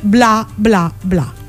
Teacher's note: Sempre grazie ai linguisti sappiamo che in tutte le lingue del mondo il linguaggio infantile si costruisce principalmente intorno ai valori fonetici molto contrastanti, ed è il caso della consonante occlusiva bilabiale sonora B insieme alla vocale aperta A